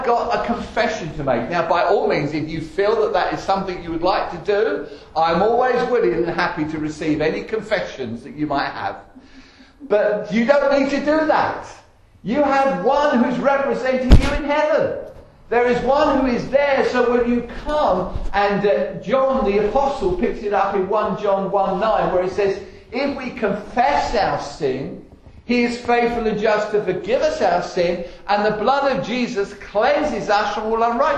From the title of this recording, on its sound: Estuary Elim Church Rayleigh Morning Service